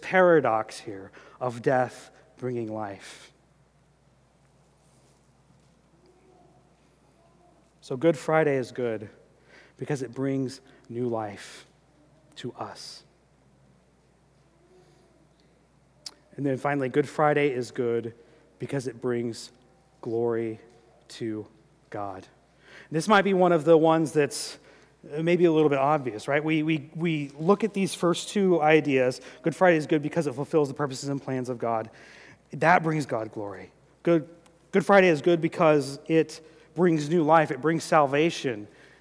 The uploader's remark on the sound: during the 2018 Good Friday service